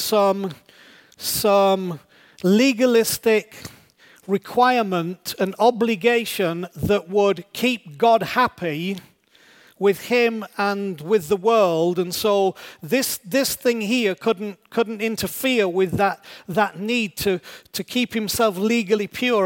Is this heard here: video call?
no